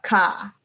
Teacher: То есть без какого-то намека на R.